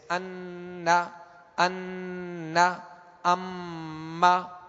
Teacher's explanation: اب جیسے ہم نے غنے سے متعلق سنا کہ غنہ کیسے کرنا ہے، کہ ناک میں آواز لے جا کر ایک الف کی مقدار اسے ٹھہرائیں گے